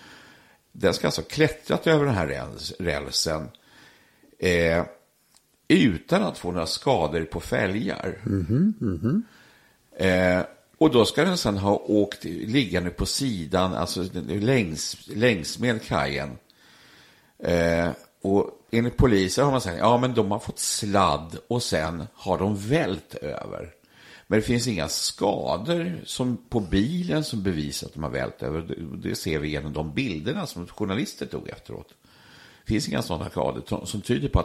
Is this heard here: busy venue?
no